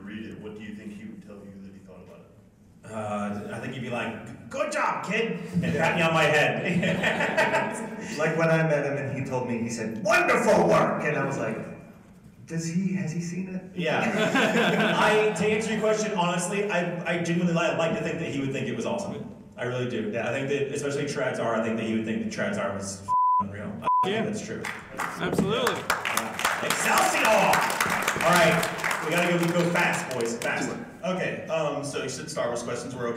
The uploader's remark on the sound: With the wonderful convention audience. Apologies for the rough audio, but hey, it was our first time doing a live show.